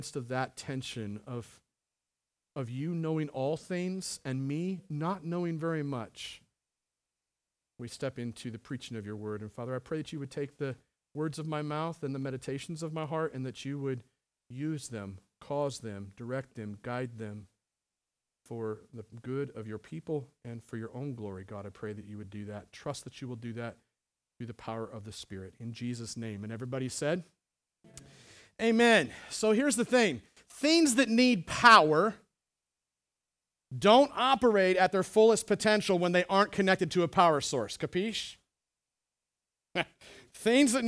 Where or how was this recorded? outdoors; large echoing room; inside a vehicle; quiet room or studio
large echoing room